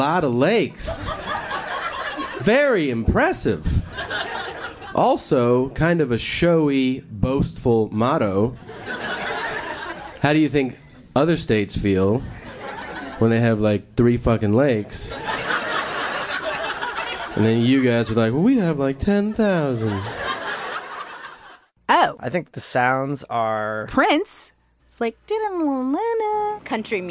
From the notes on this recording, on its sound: The comedy in this episode was recorded at live venues all around the country. Several noble people we bothered on the street and in the office.